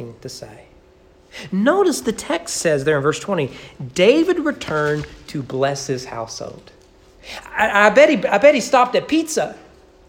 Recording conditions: large echoing room